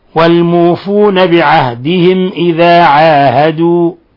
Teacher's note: ميم ساكنة جاء بعد الهمزة، تقدم نظير ذلك. الحكم التجويدي إظهار شفوي